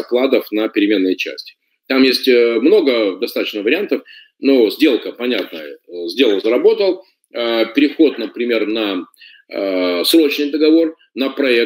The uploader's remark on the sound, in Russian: Запись вебинара